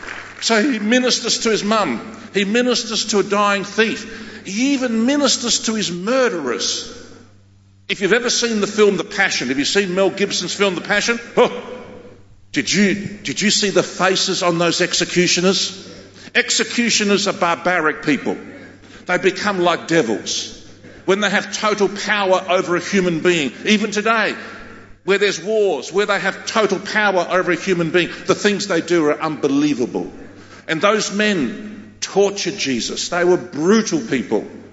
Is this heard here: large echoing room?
yes